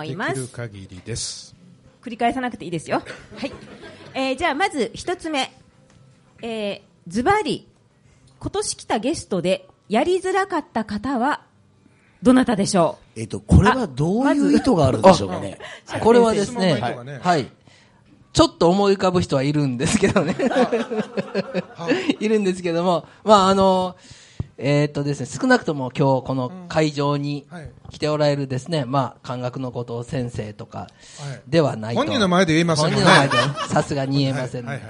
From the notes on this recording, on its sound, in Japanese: 寺子屋「練心庵」での公開収録です！